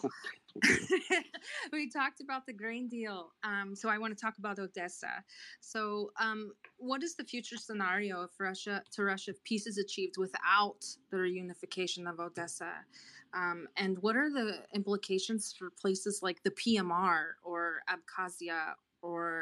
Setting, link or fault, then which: link, video call